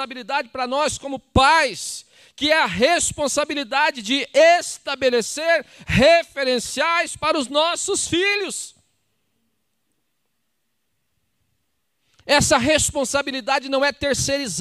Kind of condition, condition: setting, large echoing room